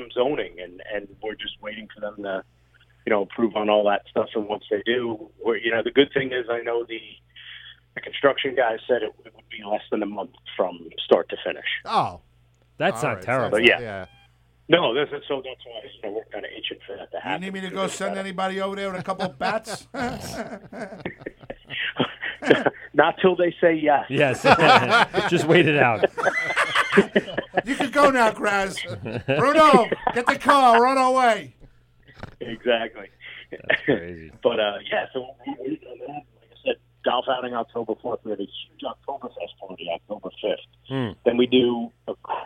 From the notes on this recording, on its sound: Many people called into the studio including some past friends and some new ones from all over including NC and WA.